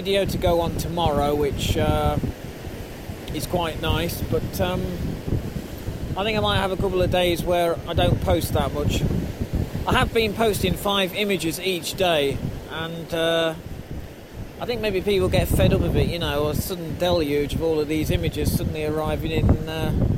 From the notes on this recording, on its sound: The recording were made at various points of the stay including a rather blowy podgram from the top of the Quiraing.